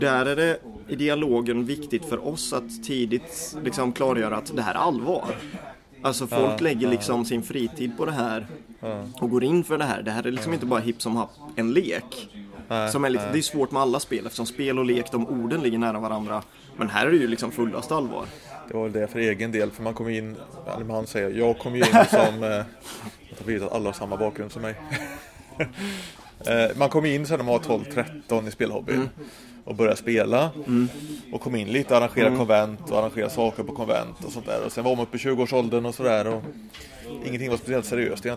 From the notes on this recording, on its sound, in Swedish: Inspelad 22 februari 2018 i Brädspelskafeét i Karlshamn.